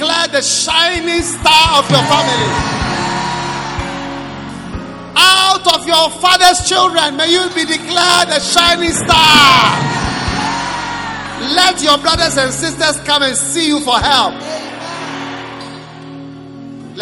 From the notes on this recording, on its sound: Preached at the Prophetic Encounter Service, Accra.